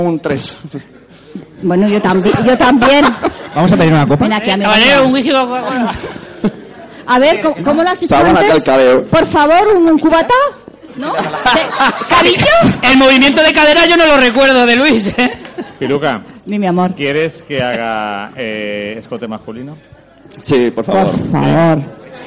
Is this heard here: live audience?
yes